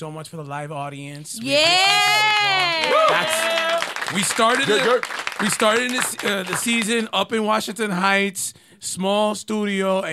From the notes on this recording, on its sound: the crew hosts a live studio audience